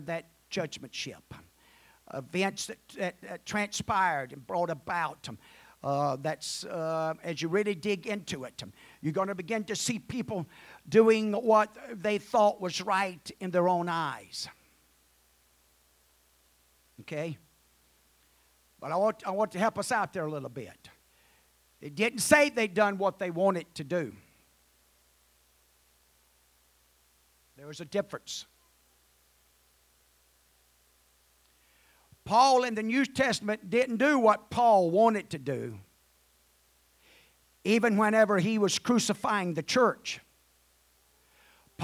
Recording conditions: large echoing room